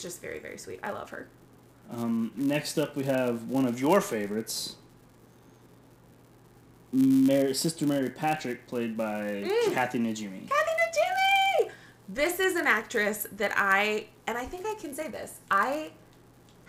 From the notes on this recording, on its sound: We apologize for the sound issues in this episode.